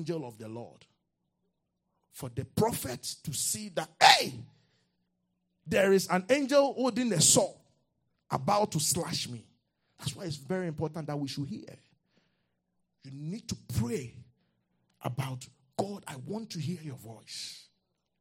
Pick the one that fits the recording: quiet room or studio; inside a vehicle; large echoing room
large echoing room